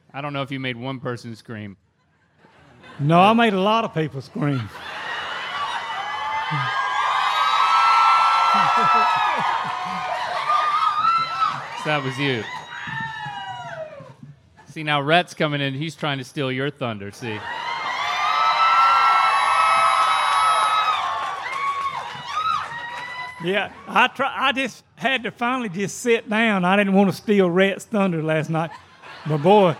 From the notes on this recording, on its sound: We’re live at MythiCon!